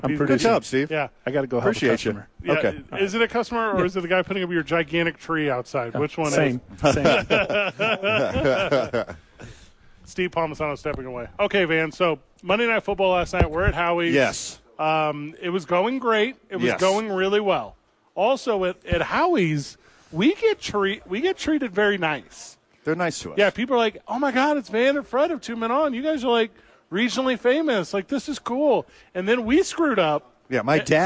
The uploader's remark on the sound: Live from the ABQ Dukes Store.